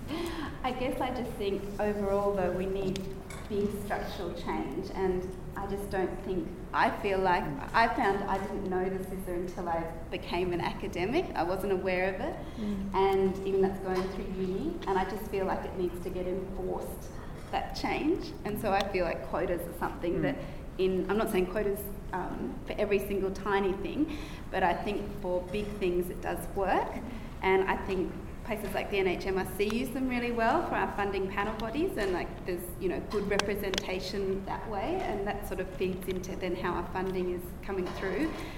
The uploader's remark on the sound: This event was held on Monday 11 February 2019 at the Westmead Education and Conference Centre in Westmead Hospital.